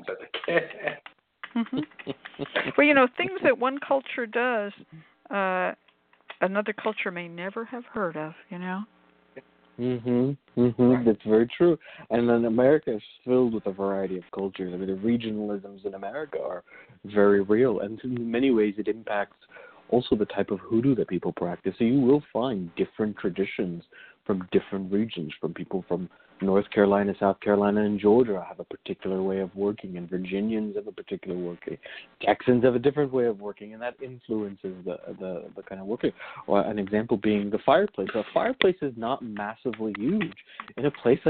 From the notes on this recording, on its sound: a real, live call-in show